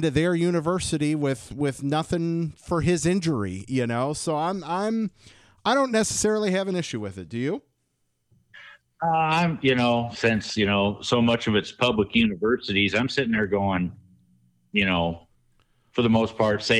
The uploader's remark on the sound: Listener Call-Ins